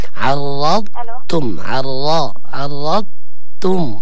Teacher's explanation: لابد لنا أن نبين الاستطالة حق الضاد ولا نقلقل الضاد